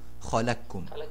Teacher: والنطق هنا بكاف خالصة لا أثر للقاف فيها يبقى الإدغام هنا إدغام كامل يذهب الحرف يذهب القاف وصفاته جميعا